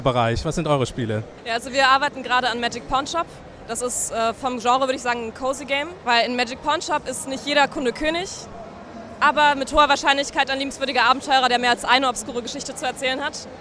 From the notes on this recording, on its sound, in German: Live von der Gamescom 2022.